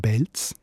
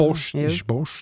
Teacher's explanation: die sogenannte Lenisierung von P und T, also dass die starken Plosivlaute ganz weich werden